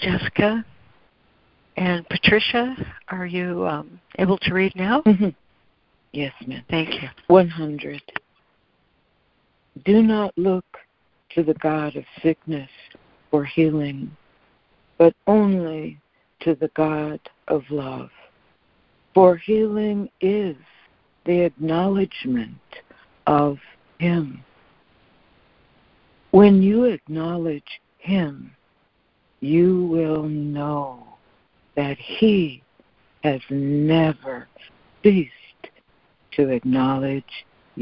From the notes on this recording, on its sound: ACIM Daily Conference Call.